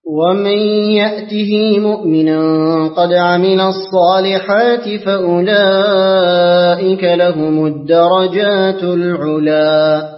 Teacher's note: اقرأ لقالون بكسر الهاء مع الصلة